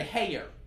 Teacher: One of the other things about the Boston accent is we'll add an extra syllable to a one syllable word, like hair